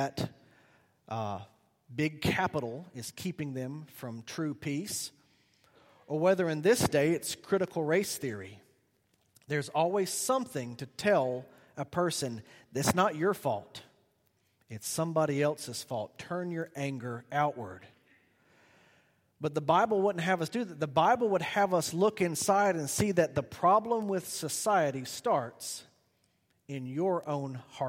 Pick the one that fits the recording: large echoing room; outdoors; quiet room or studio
large echoing room